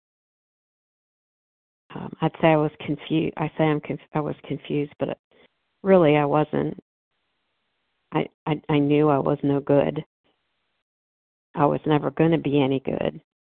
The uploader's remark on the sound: 100 Pounders Phone Meeting